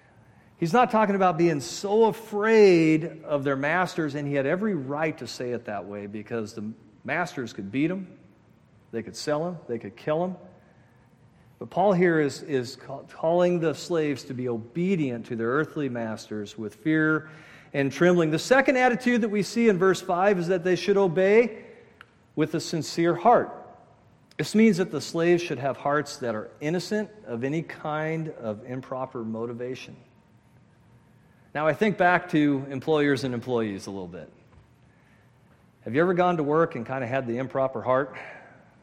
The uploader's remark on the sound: at Murrieta Valley Church in Murrieta, California.